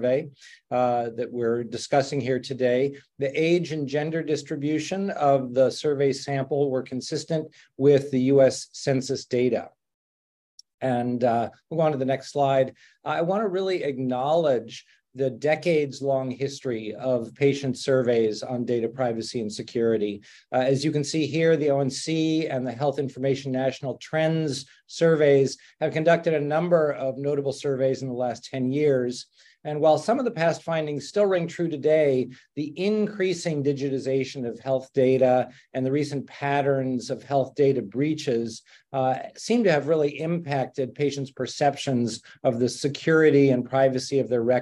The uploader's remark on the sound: Webinar. We convene a distinguished panel of health data interoperability and privacy experts to discuss the findings live.